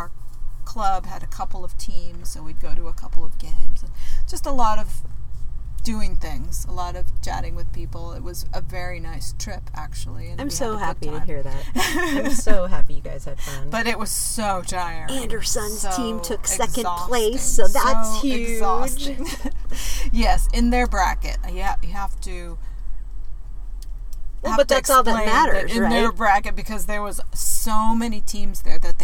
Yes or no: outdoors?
yes